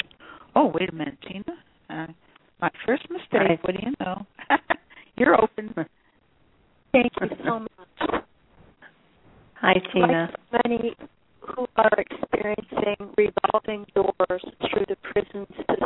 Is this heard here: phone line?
yes